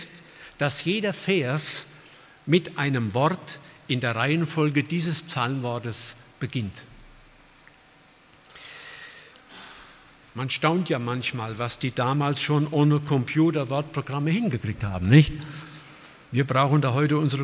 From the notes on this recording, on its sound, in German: aus dem Gottesdienst der Liebenzeller Mission